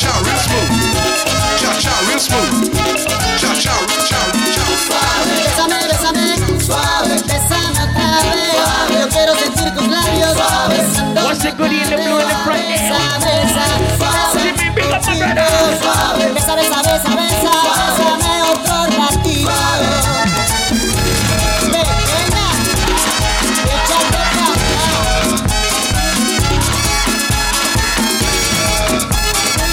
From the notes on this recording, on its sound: LIVE AUDIO. Caymanislands.